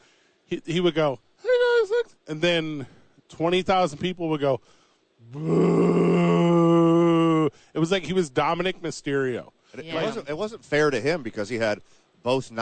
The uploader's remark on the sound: live from Radio Row